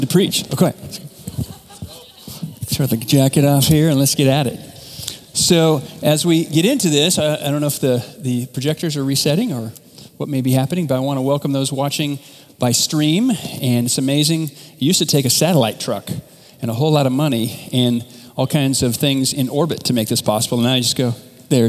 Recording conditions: large echoing room